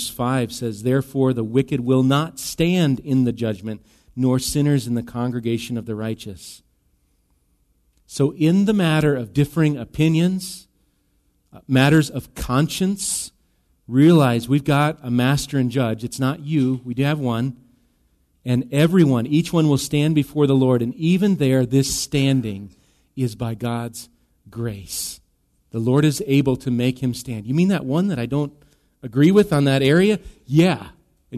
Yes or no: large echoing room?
yes